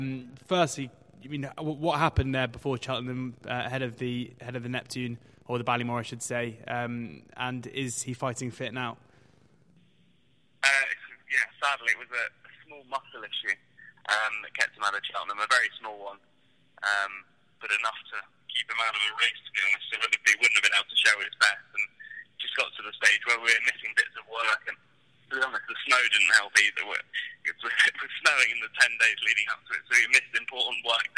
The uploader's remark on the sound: call in from Taunton and Barbados respectively